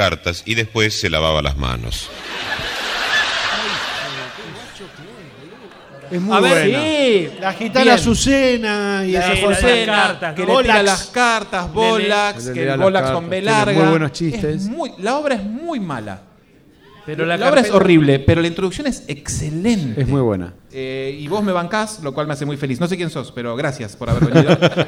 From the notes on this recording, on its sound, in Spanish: En Vivo en el "Club Lucille". La grabación que realizamos en Vivo el 20 de Agosto del 2022 en el "Club Lucille".